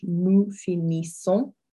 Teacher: your N is an un sound, and then your S on the end there is silent